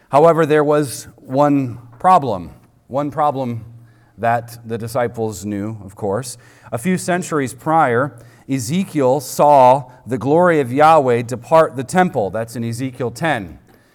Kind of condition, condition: setting, large echoing room